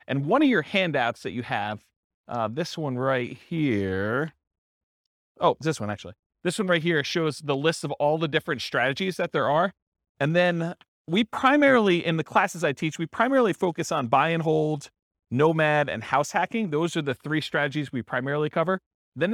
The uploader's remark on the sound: This was a live class recorded